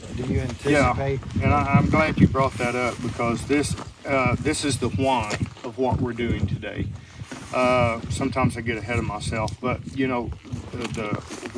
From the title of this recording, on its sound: LIVE from a Bear's Den